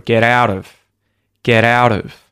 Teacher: Two T flaps in a row.